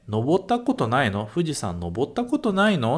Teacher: Não esquece de subir, de levantar a entonação, porque aqui é uma pergunta informal